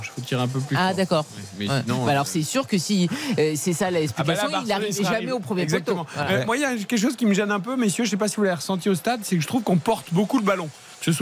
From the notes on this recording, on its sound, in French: en direct du Parc des Princes